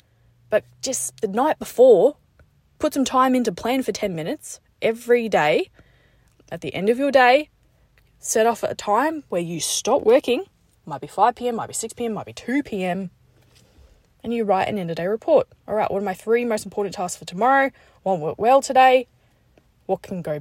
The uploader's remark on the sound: Just got out the gym and recorded this in my car.